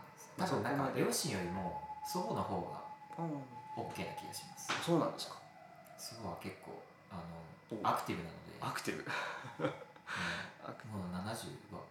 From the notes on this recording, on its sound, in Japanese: 収録環境により、 後半部分に高音ノイズが入ってしまいました。